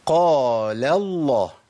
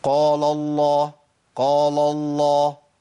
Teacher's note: أنا عندي القاف مفخمة واللام مرققة في النص